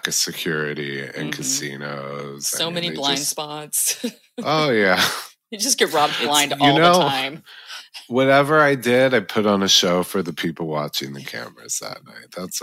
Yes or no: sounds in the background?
no